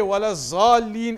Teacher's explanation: In fact, dad and dha and thal, everything is just zai. All of the letters are zai.